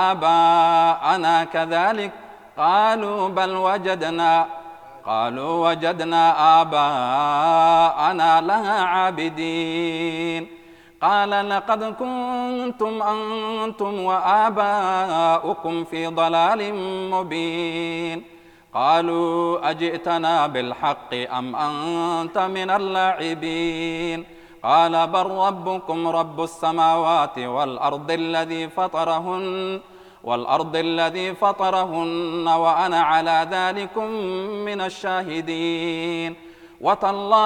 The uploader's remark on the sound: Audio Recorded at Ramadhan 2019, Northampton Mosque and Islamic Centre.